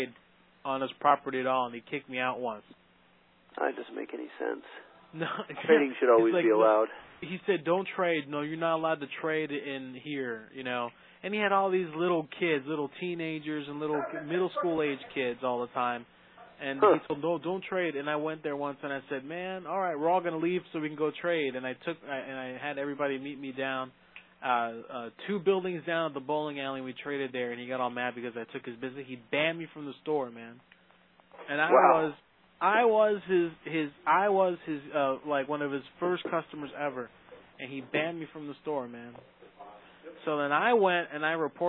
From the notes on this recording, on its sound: RBCP's Personal Prank Phone Calls Collection. From archive.org.